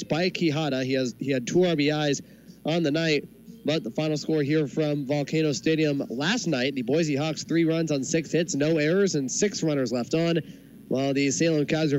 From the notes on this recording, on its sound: This is the full broadcast recording of the August 21st, 2019 game between the Boise Hawks and the Salem-Keizer Volcanoes.